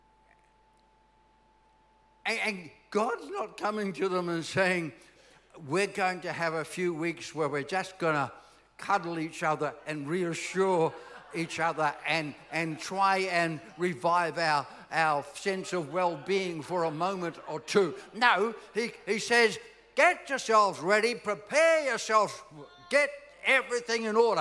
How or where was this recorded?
large echoing room